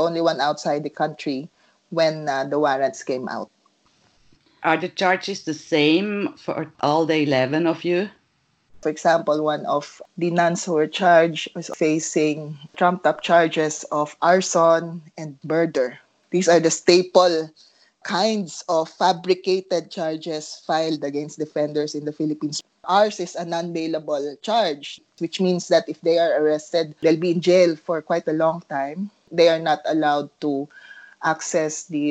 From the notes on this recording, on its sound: A skype Interview